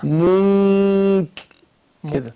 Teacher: أنا بخفي النون في نفسها وكن مجهز للكاف · Term: الإخفاء